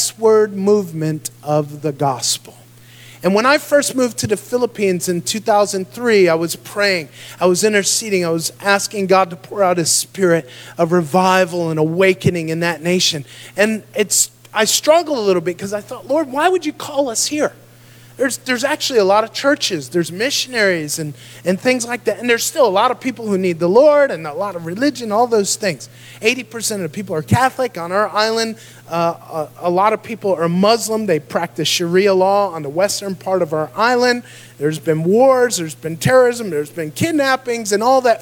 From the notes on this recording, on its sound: Recorded live in Dagsboro Church of God, Dagsboro, Delaware, United States of America.